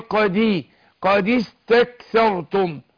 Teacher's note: أنا أتخلص من التقاء الساكنين بكسر الأول اللي هو الدال